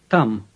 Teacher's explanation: It starts with a T sound, as you might guess, but it's not as explosive as the English T.